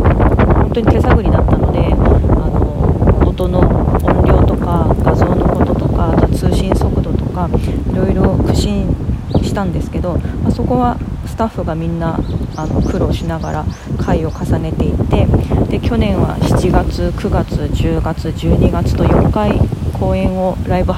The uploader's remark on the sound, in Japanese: From Radiotalk。神戸三宮の東遊園地にて収録いたしました〜。途中、風が強くて聞きづらい箇所があります。